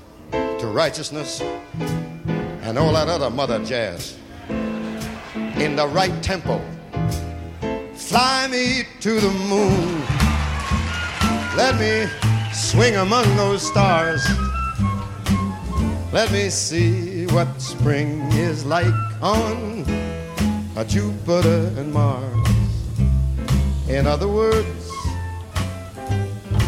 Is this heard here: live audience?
yes